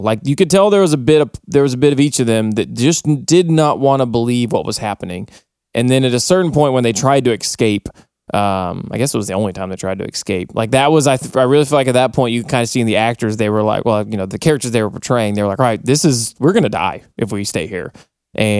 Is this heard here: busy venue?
no